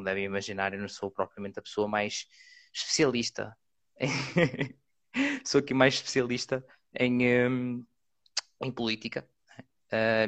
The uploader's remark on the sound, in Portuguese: Neste Live do Instagram